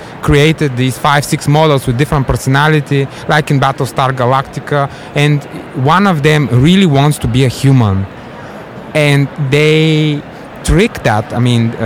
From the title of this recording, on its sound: Live from SIOP